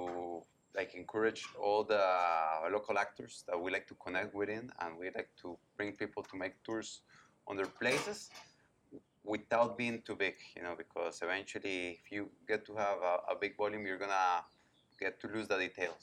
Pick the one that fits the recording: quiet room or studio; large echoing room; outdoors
outdoors